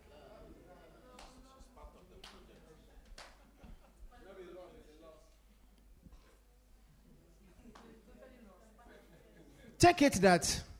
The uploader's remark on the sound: Preached at The Supernatural Encounter Service.